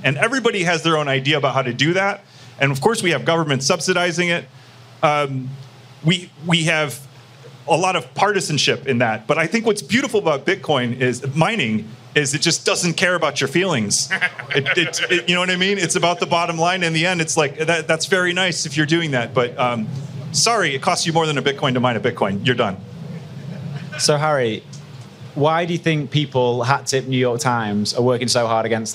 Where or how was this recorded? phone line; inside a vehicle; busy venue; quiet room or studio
busy venue